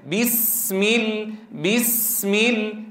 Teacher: أنت الآن أعطيتها همسها، أجريت النفس عند النطق بها، لكنك لم تعطها حقها من الصفير. بسمل بسمل، لابد أن أسمع هذا الصفير، هذه الحدة في صوت السين عند نطقك لأحرف الصفير · Term: صفة الصفير